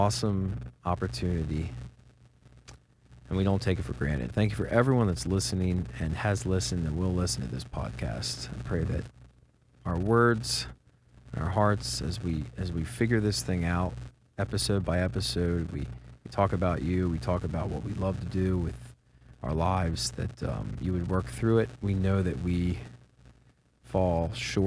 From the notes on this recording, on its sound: finds himself recording from the back of the bus while the rest of the band and crew are asleep